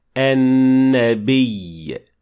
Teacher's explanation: we don't have the dhamma at the end of the word